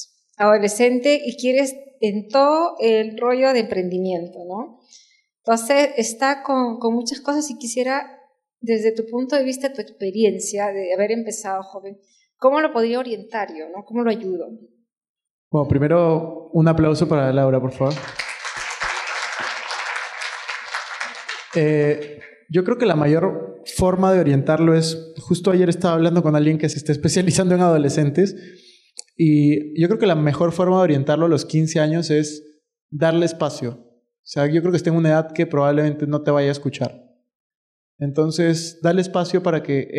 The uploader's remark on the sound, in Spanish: PODCAST EN VIVO. Episodio grabado en vivo junto a los participantes de mi último evento.